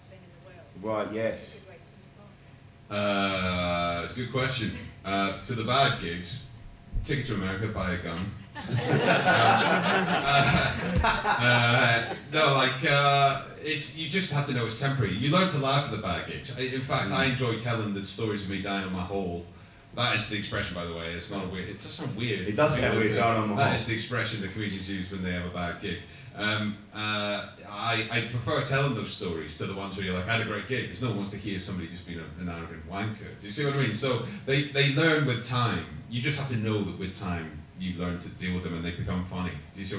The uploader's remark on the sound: LIVE SHOW from Edinburgh. Recorded live at the 2019 Edinburgh Fringe.